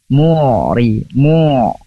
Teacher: ain punya sifat pertengahan sebagaimana mim sukun, nun sukun, itu juga harus bisa mengalir dulu sedikit, tidak langsung dipotong mu, nanti tertukar dengan sifat hamzah.